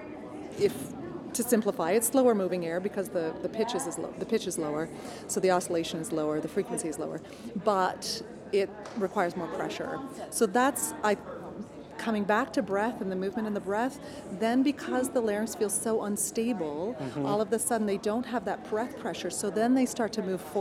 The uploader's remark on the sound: Recorded from the 2018 NATS convention in Las Vegas. Impromptu podcast.